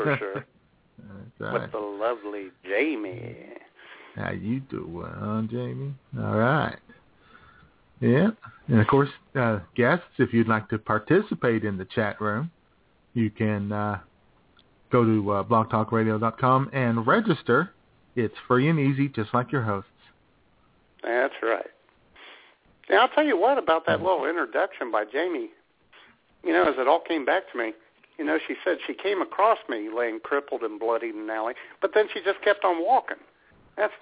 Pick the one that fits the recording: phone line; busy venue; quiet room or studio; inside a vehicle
phone line